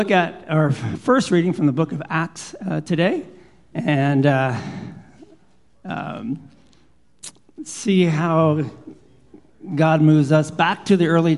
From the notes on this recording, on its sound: Live Worship Service